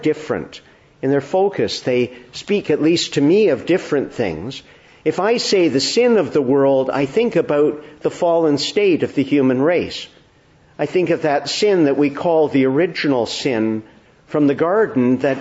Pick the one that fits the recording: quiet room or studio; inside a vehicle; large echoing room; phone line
large echoing room